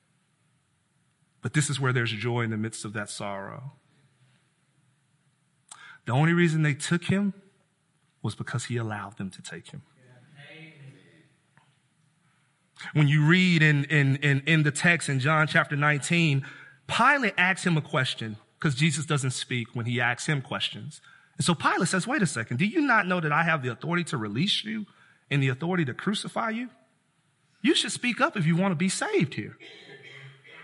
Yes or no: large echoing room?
yes